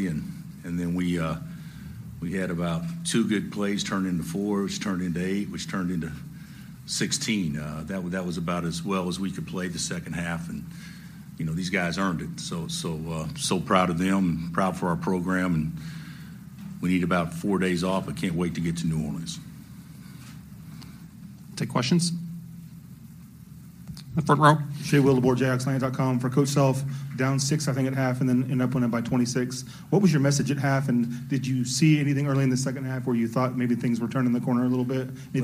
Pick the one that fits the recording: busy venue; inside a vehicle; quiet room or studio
busy venue